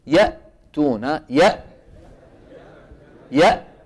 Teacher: ذكرت أن منطقة الأوتار هنا، وهذا هو شكلها أيها الإخوة، هذه صورة مرسومة رسم، وهذان الأبيضان هما الوتران الصوتيان، بهما تتكلم كل البشرية، كل البشر يتكلمون بهذين الوترين، هاتين اللحمتين الصغيرتين، لولاهما لما تكلم أحد. الهمزة كما ترون تخرج بانطباق الوترين